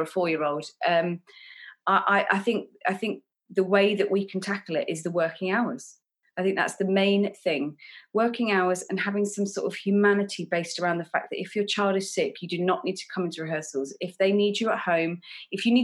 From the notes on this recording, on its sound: This episode was recorded over Zoom.